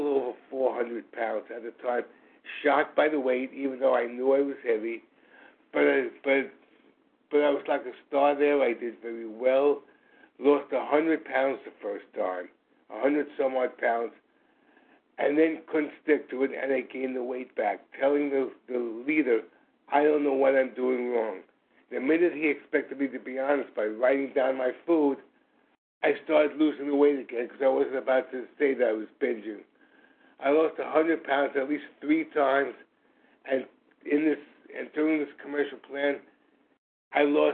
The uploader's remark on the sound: from the 100 Pounders Phone Meeting